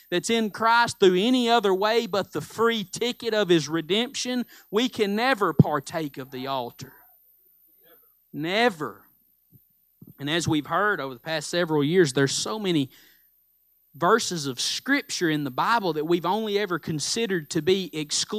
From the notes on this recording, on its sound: Live Sunday Morning Service